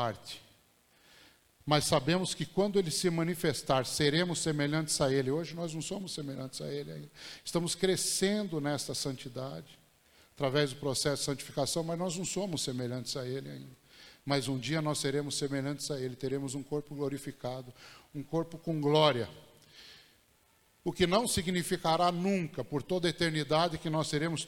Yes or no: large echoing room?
yes